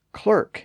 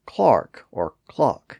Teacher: the word spelled C-L-E-R-K is pronounced clerk in American English, but clark or clock in standard British English